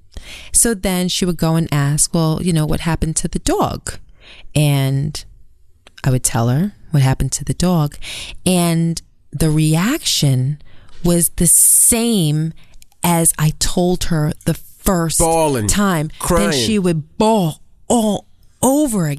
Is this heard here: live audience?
no